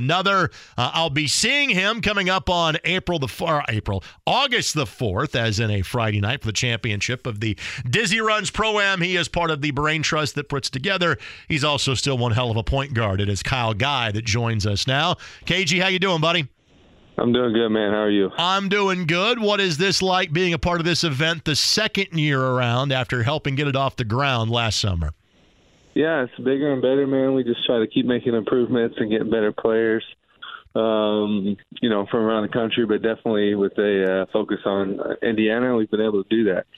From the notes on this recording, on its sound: He takes some phone calls from listeners, including on high school football and the schedule! Opens the phone lines up and takes some calls from listeners!